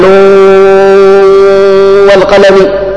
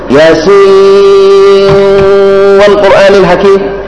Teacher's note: نون والقلم بالإدغام مع الغنة، ياسين والقرآن الحكيم إدغام مع الغنة